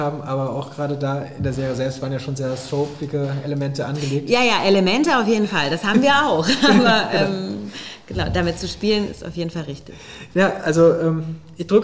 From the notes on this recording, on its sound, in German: Im SERIENREIF LIVE-Gespräch an der Master School Drehbuch